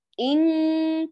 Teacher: الكاف بعيدة عن مخرج النون، يعني تخرج من أقصى اللسان، من آخر عضلة اللسان